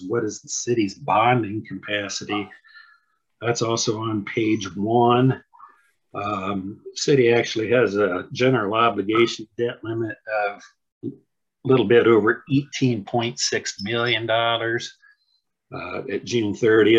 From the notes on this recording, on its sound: was held on Zoom due to the pandemic